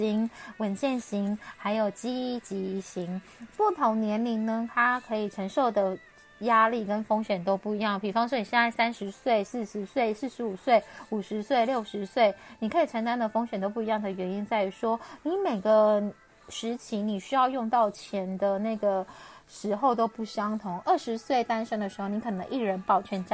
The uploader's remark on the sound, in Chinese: 這一集換了錄音方式，所以有些沙沙的聲音